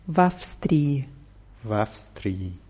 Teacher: dieses W nach dem A darf ja nicht verschwinden. Wir haben hier zwei Ws kurz hintereinander.